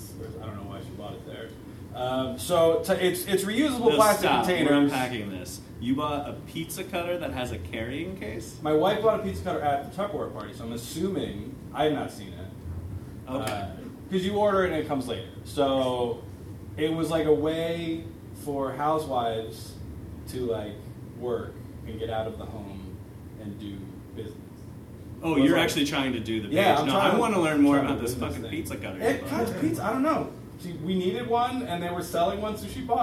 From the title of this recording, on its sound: Live at the SteelStacks Improv Festival